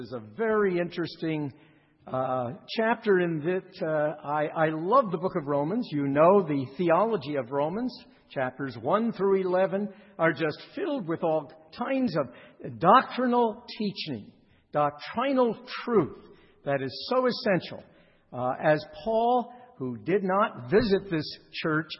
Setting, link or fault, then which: setting, large echoing room